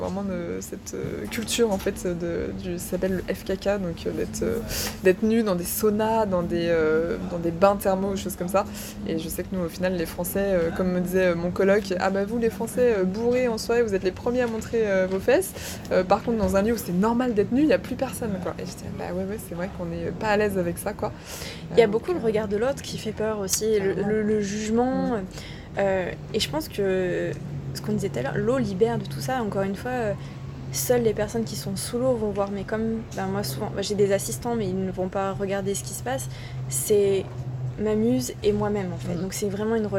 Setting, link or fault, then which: setting, outdoors